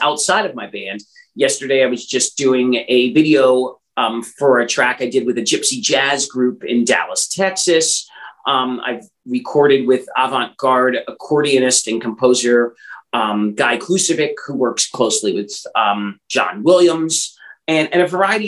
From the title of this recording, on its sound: Original Zoom Audio